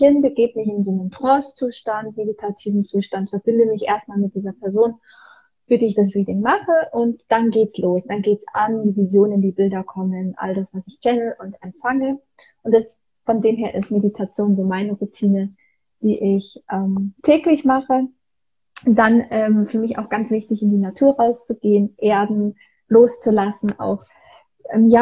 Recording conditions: video call